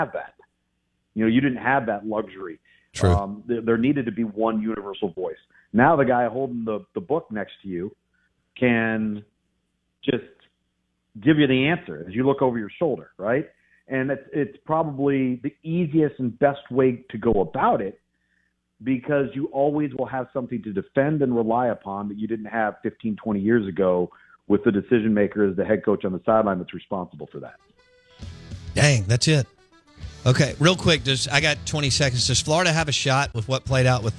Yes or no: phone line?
yes